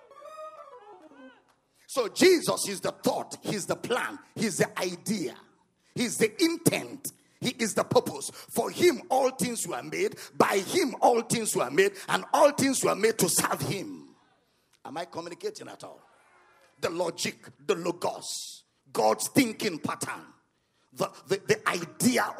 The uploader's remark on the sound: at the Love of God in Christ Church Conference